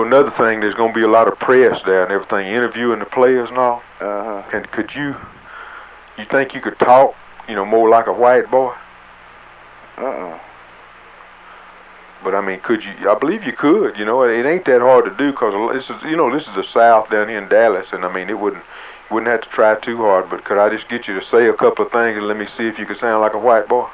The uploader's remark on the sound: Prank Phone Calls